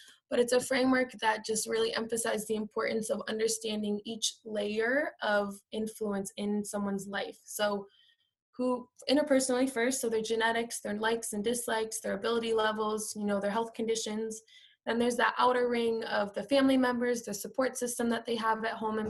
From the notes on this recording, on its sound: This is the audio from a virtual presentation